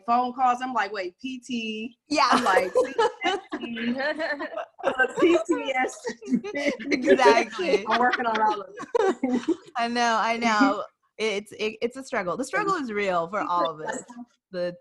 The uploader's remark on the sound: In this Zoom episode